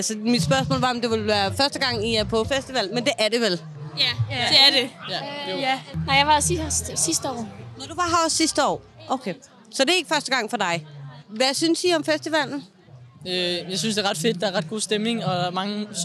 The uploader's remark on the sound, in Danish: Tre generationer af gæster på Midtfyns Festival. Live på pladsen.